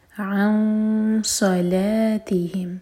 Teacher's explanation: ہم عن صلا، صاد کے لیے اخفا، ہیوی اخفا، نون کی آواز کو چھپائیں گے اور صاد کے لیے زبان تیار کریں گے